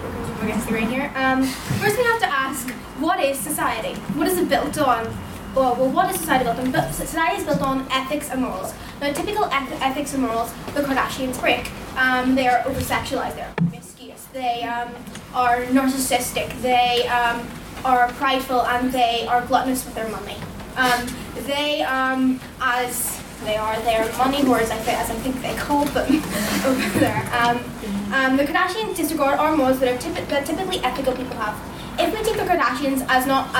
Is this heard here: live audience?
yes